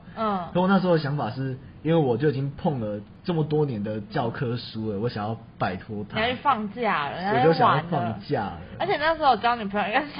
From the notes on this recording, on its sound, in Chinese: 因為錄音地點附近是校園所以會有鐘聲XDD還請大家多多見諒。因為是頻道草創時期，所以有雜音或是音質上的問題還請大家見諒。